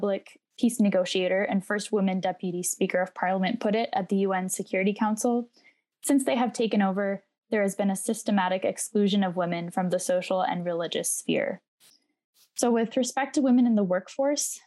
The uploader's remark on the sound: This episode was previously recorded as a virtual event.